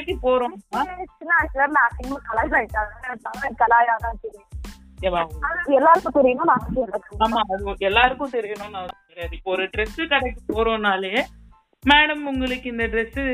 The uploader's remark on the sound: Random phone call